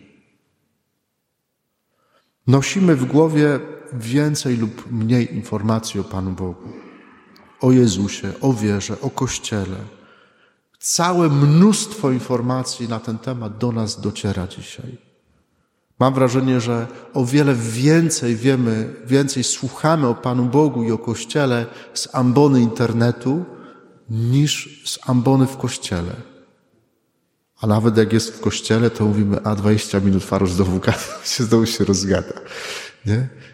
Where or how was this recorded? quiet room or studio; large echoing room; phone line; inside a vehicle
large echoing room